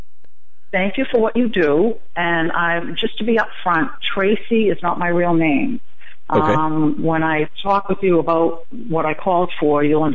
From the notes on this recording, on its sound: Wednesday Call In on The Hagmann Report